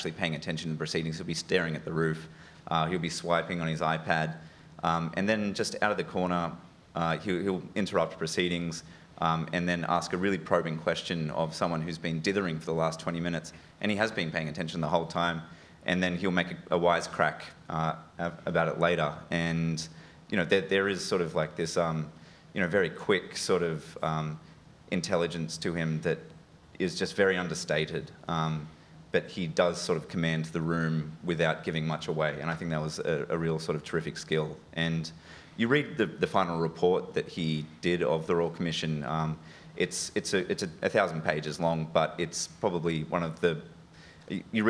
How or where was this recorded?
live audience